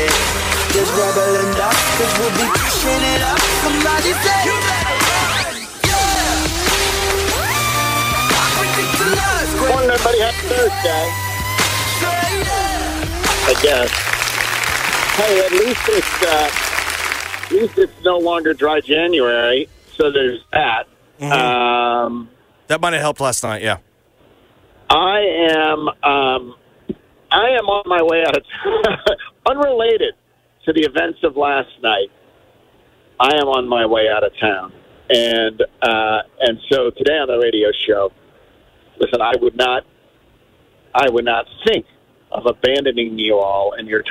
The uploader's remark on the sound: Joins the show on the phone. Taking phone calls on the subject.